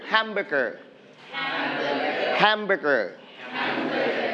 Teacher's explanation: We are going to stress on the first syllable, ham.